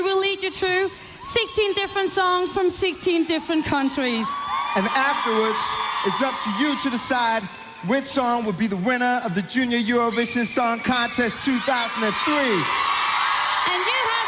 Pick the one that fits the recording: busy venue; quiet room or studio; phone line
busy venue